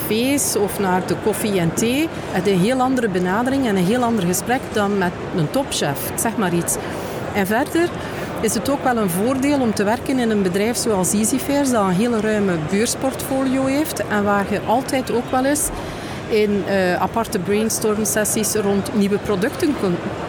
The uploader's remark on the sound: Horeca Expo Live. Dé beurs voor professionelen uit de horecasector, dit jaar toe aan de 32 editie, waar er strenge covid-maatregelen van toepassing waren.